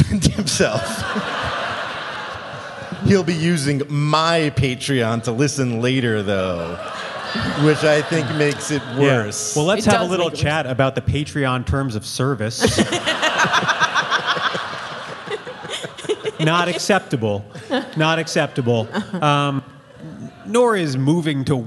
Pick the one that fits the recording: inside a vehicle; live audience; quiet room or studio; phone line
live audience